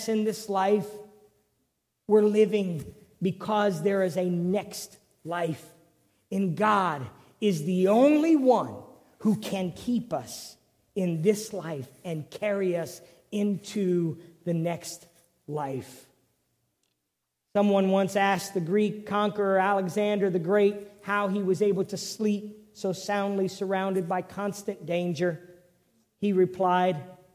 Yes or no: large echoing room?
yes